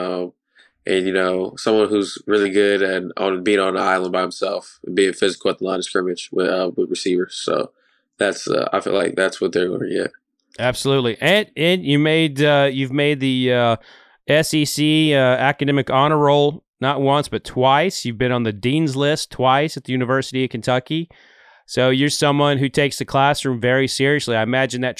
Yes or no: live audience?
no